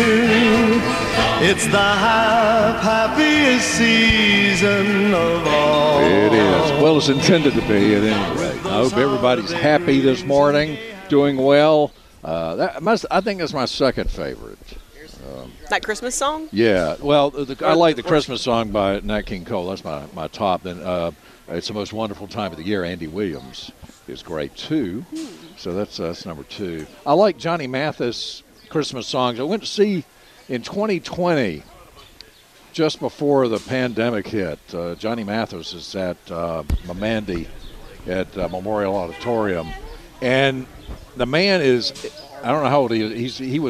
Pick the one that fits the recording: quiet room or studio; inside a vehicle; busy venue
busy venue